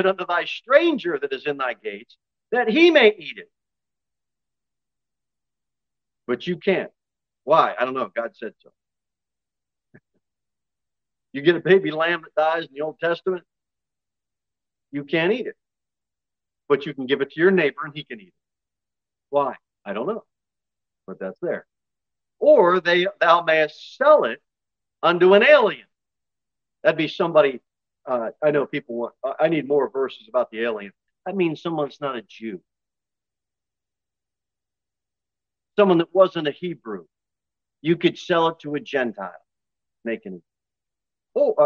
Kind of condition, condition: setting, large echoing room